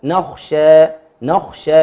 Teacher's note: قول الحق تبارك وتعالى كلمة نخشى مش نخشى، ماشي، يعني كل الكلمة صحيح هي مرققة بس عاد الخاء، الخاء سكنة وقبلها فتح فهي من أعلى مراتب التفخيم